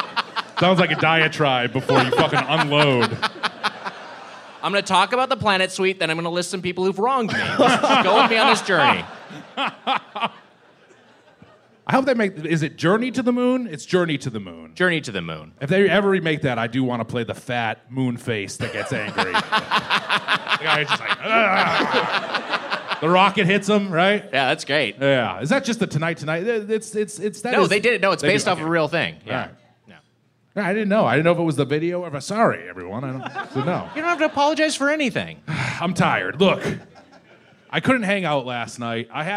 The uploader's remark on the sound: Recorded live at Zanies Comedy Club in Nashville on 4/20/22.